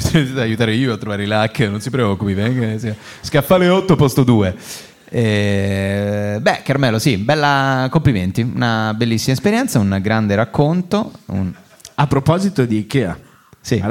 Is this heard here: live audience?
yes